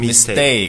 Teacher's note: 两个清辅音放在一起，第二个清辅音变浊辅音